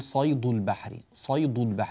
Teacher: بعض الناس يقول صيد البحر، صيد البحر، فيجعل الدال بصوت يشبه صوت الضاد، يعني يأتي بدال مفخمة